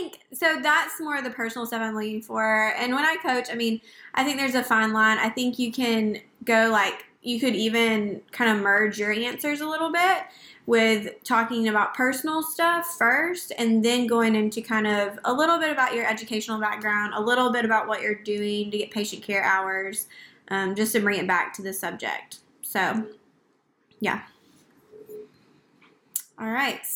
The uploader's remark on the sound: We recorded it to be a podcast episode.